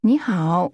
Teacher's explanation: The tones in hello rise, fall, and begin to rise again.